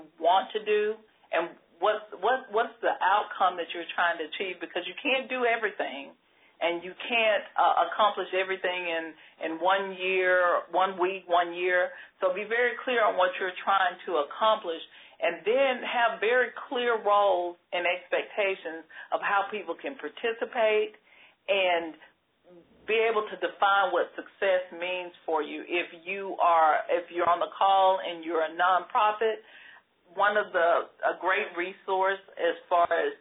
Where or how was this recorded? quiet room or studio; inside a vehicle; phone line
phone line